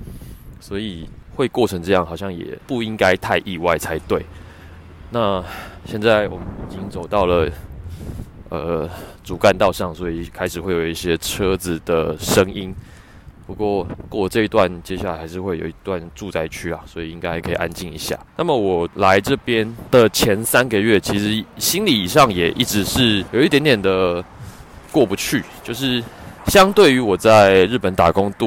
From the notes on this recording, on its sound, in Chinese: 散步聊天的單元。由於最近採取邊走邊聊的錄製形式，收音品質沒有室內那麼好，請聽者包涵。